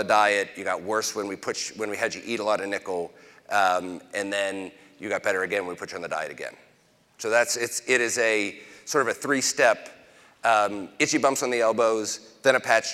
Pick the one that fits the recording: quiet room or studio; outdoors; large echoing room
large echoing room